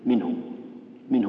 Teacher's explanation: إذا وقع قبلها ساكن ما توصل، تضم ضم خفيفة بس · Term: الهاء الكناية